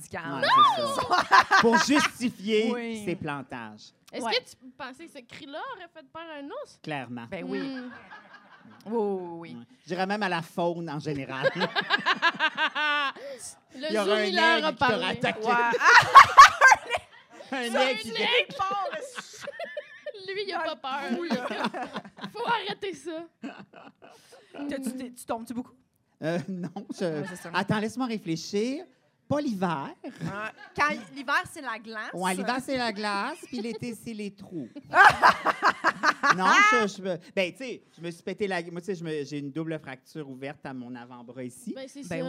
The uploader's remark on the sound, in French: Dans cet épisode Live un brin crunchy